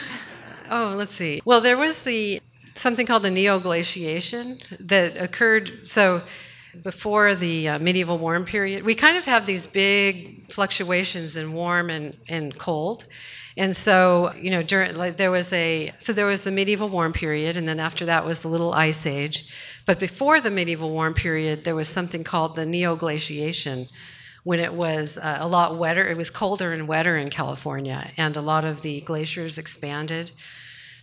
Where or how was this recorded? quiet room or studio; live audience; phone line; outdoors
live audience